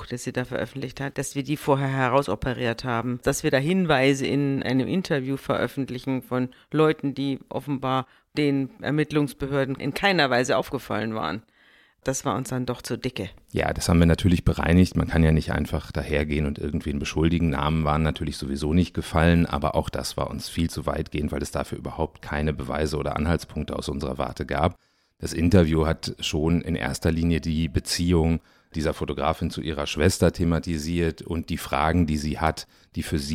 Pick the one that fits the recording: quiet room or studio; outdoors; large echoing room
quiet room or studio